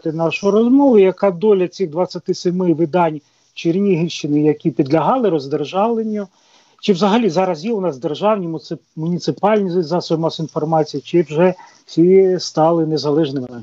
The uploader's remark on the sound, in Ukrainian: У ході розмови з допомогою skype-зв’язку